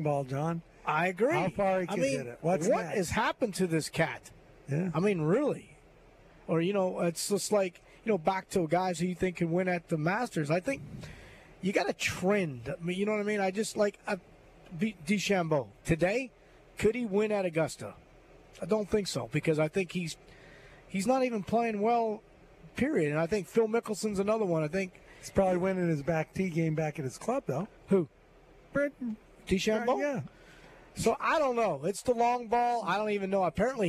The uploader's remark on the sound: LIVE From Terry Thompson Chevrolet